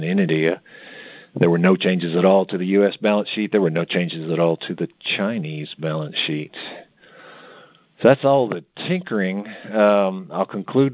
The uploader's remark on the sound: Monthly Conference Call